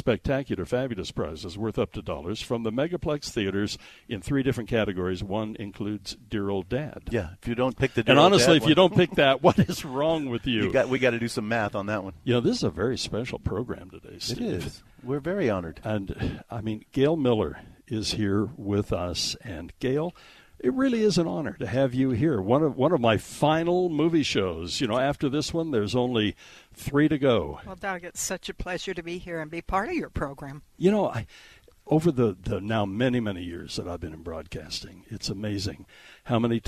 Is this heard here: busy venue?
yes